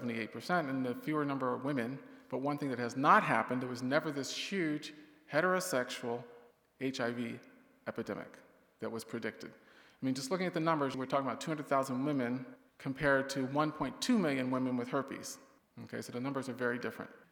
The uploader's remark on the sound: We’re highlighting remarks from IFI’s 2023 annual Worldview Conference, which was hosted at Village Church of Barrington.